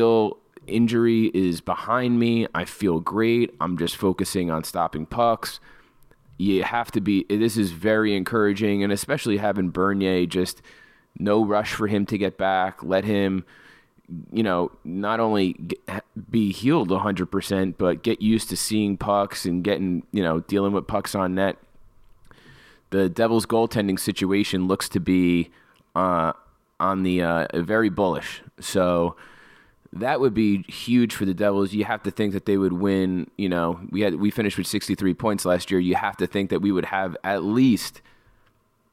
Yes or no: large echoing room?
no